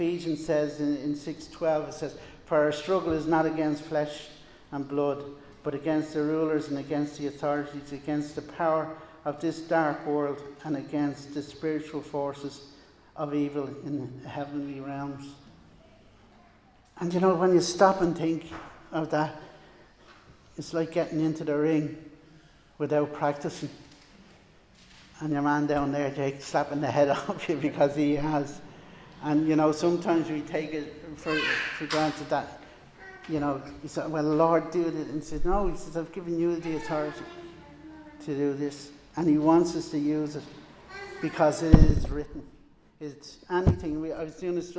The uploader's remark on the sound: Recorded live in Liberty Church on 25 July 2021